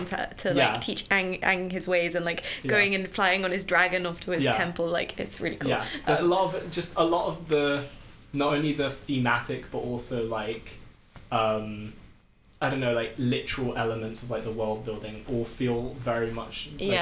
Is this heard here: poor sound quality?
yes